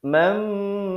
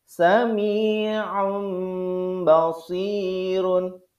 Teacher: Suara nun sukun atau tanwin berubah menjadi huruf mim. · Term: iklab